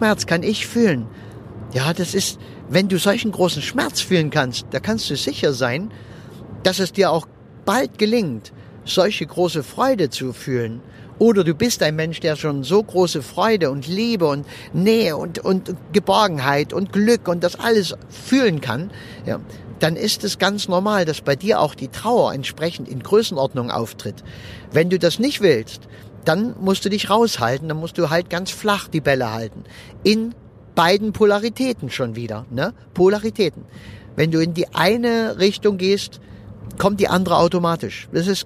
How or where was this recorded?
inside a vehicle